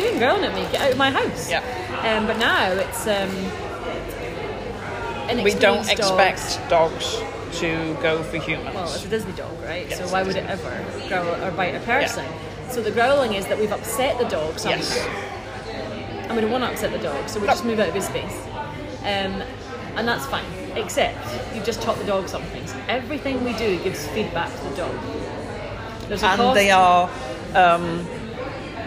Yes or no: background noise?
yes